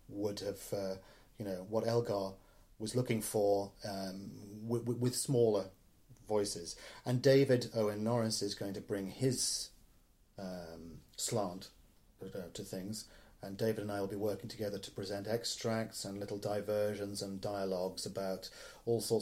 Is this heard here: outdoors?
no